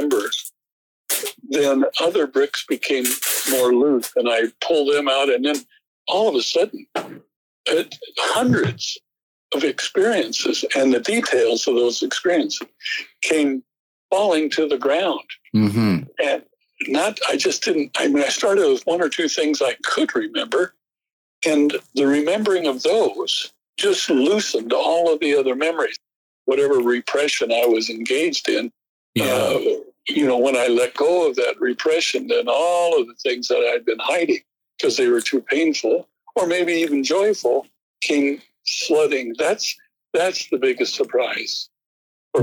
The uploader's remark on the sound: Wow, the audio quality here is rough.